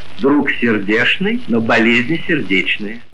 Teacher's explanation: Но в словах книжного происхождения произносится ЧН.